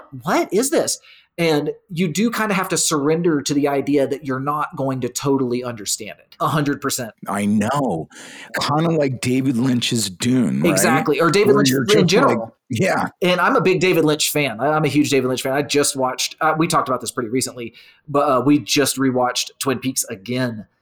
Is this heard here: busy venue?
no